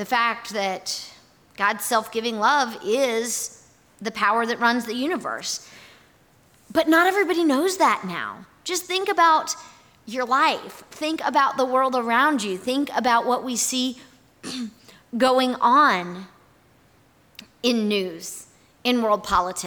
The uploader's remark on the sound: Here is our audio recording from this morning&#8217;s worship service. Here is our audio recording from this morning’s worship service.